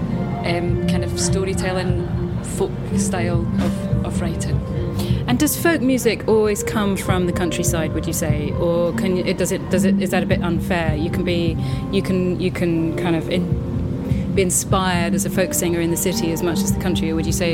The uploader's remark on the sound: We return for a second episode at the Folk by the Oak Festival in Hertfordshire. More magic at the Folk by the Oak festival.